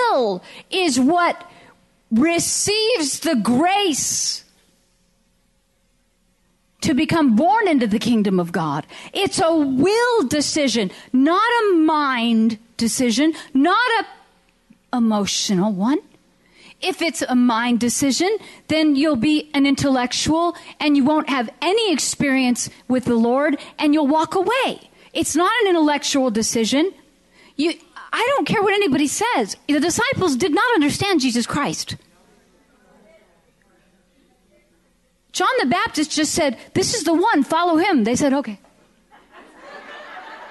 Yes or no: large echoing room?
yes